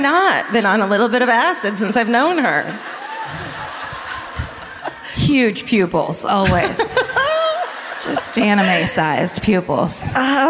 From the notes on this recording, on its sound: Live at the Civic Theatre in San Diego.